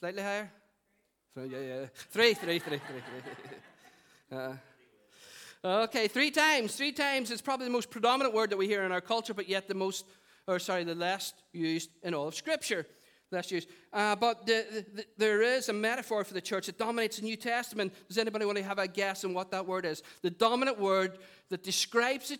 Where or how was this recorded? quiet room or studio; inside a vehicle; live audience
live audience